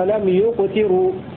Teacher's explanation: قرأ نافع وابن عامر بضم الياء في والذين إذا أنفقوا لم يسرفوا ولم يقتروا بضم الياء، وكذلك لهم كسر التاء ولم يقتروا.